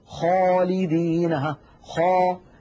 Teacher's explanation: سمن يعتري يعني يصيب أو يحدث في الحرف، يدخل على جسم الحرف فيمتلئ الفم بصدى، كما نطقت منذ قليل خاء، لما قلت خاء تلاحظون بأن صوت الخاء ملأ فمي · Term: التفخيم